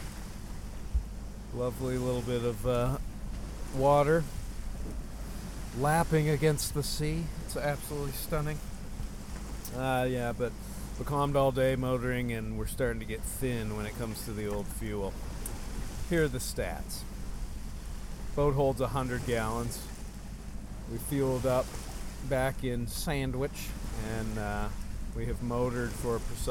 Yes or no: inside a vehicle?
yes